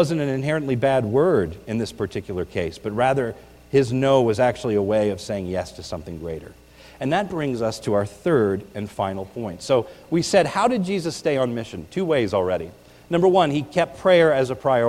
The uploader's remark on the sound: This is a recording of the New Year’s Eve Service at the Lebanon Bible Fellowship Church in Lebanon, PA on 1/31/19